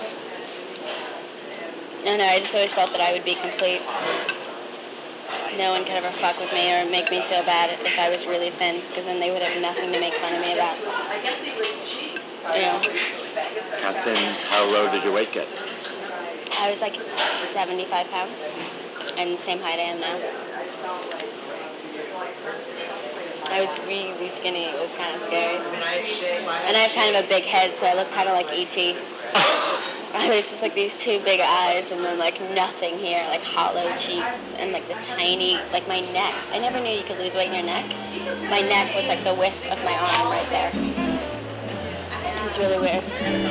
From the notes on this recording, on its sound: Fall 1998 // NYC restaurant // Cassette tape recorder